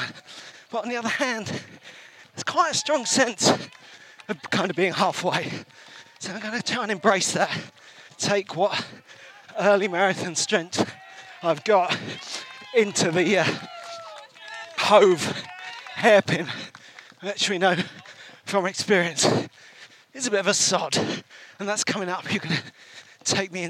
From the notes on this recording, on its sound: Comes to you live and direct from the 2023 Brighton Marathon.